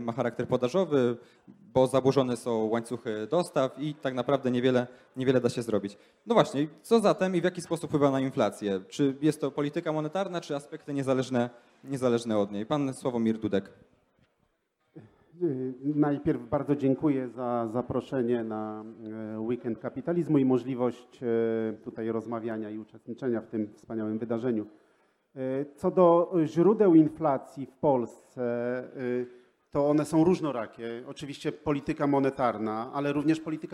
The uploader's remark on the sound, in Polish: Panel Instytutu Misesa. Odcinek jest nagraniem wystąpienia podczas Weekendu Kapitalizmu 2021.